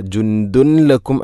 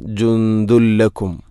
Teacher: ഇദ്ഗാം ബിലാഗുന്ന, തൻവീനിനെ ലാമിലേക്ക് കൂട്ടിലയിപ്പിക്കണം. അപ്പോൾ ആ നൂനിൻ്റെ ശബ്ദം കേൾക്കൂല. · Shown in: second take · ജുന്ദുൻ എന്ന ശബ്ദമില്ല.